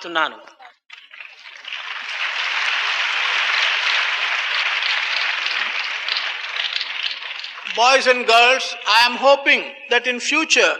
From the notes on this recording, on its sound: Divine Discourse on 22 November 1979 during the Balvikas conference